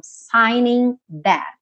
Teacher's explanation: o G é mudo e o I é aberto, tá? Essa letra aí vai ter esse som I aberto.